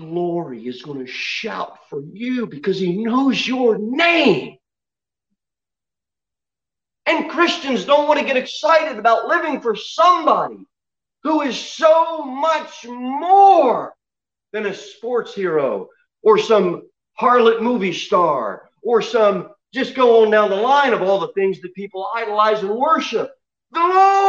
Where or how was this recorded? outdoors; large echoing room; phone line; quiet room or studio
large echoing room